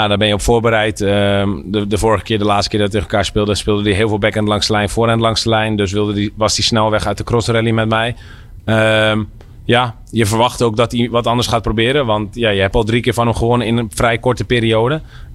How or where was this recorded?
busy venue